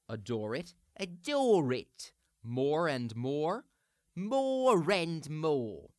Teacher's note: that R is going to glide over, as do so many consonants at the ends of words in Cockney. It's going to glide over and attach to the next word.